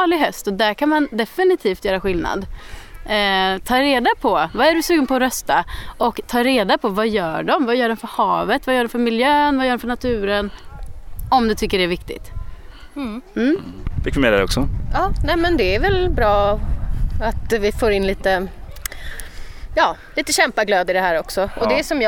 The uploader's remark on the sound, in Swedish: Live från Kosterhavets nationalpark.